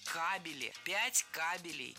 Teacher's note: кабель имеет неподвижное ударение на основе